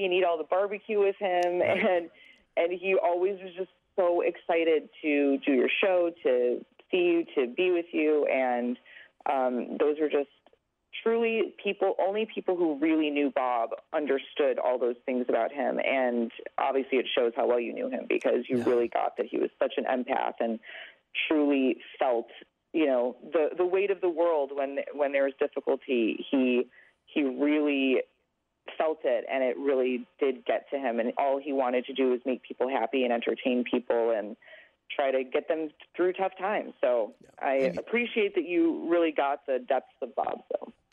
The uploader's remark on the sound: on the phone